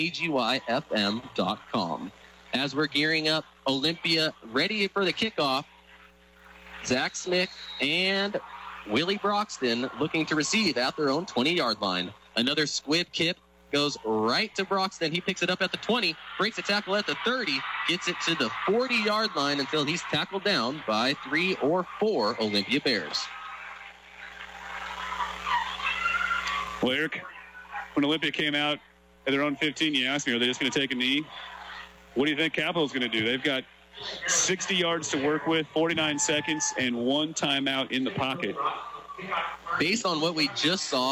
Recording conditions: busy venue